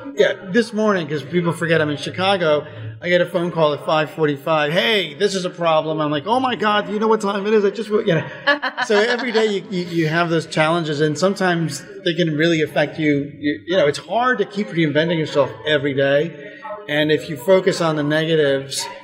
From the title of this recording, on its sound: Live From EsportsNext